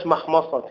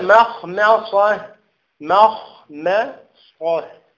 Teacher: يعني احذر كذلك تفخيم الميم من مخمصة